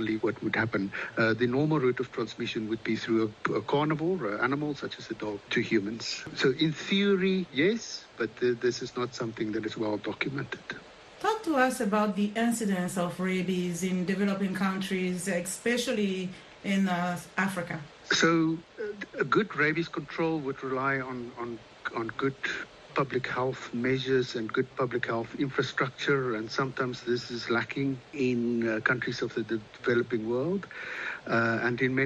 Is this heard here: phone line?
yes